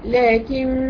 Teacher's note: انا مديت النون جبت الغنه بتاع النون المشدده ومديت النون الالف بيض الطبيعي.